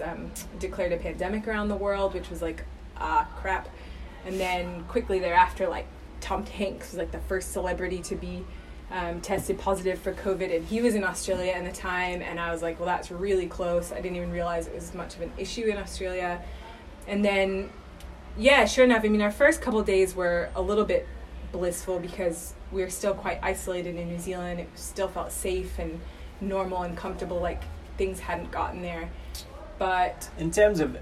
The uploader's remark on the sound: Direct from quarantine in Saigon. This was recorded on a phone recorder and I don't have a laptop for edits.